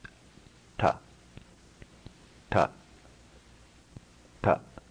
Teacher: The tongue is further back than we would be accustomed to be pronouncing a similar T sound in English, so don't confuse this with the English T. · Term: cerebral consonants